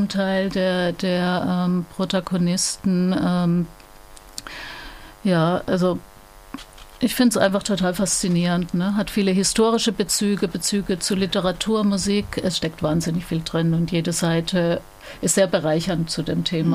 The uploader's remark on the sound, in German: Wir bitten die Tonqualität (surren) zu entschuldigen.